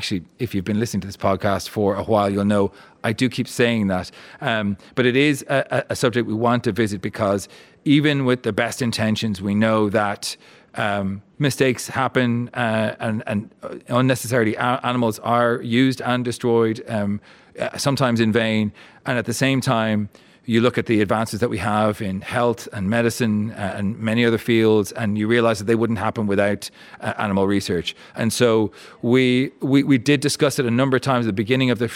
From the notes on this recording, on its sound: Recorded in front of a live audience at the Dublin Royal Convention Centre.